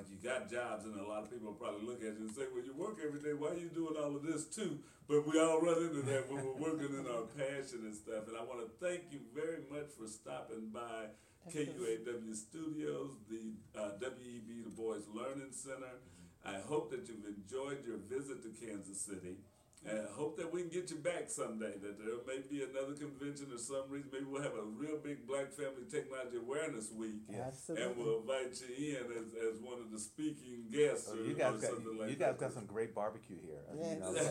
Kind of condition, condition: setting, busy venue